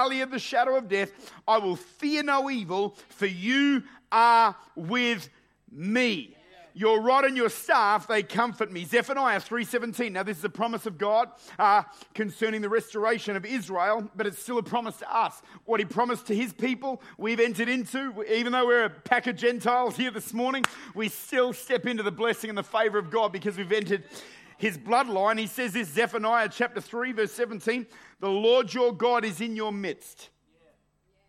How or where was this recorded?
large echoing room